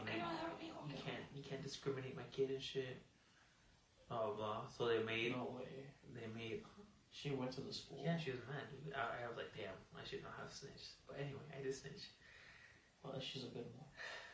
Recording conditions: poor sound quality